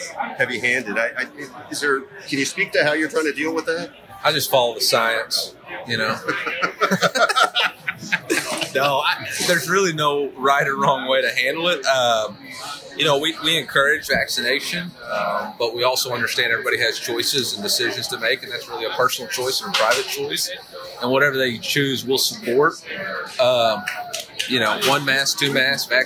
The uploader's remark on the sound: You’ll hear background noise during the interview, even a server asking if we needed drinks.